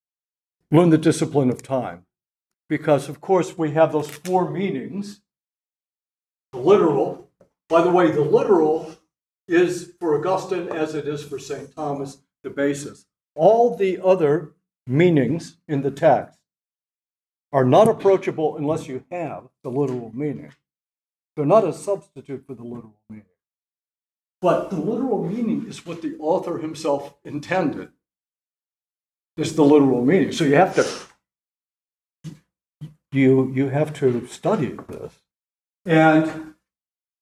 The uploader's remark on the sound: At the Dominican House of Studies in Washington, D.C., as part of the 2023 Civitas Dei Summer Fellowship. This lecture was given on June 14, 2023, at the Dominican House of Studies in Washington, D.